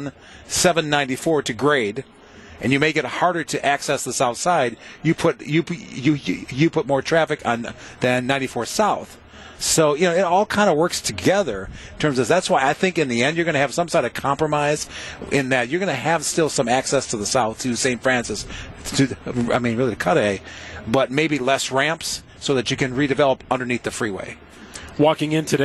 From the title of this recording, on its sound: LIVE at Summerfest Weekend 3!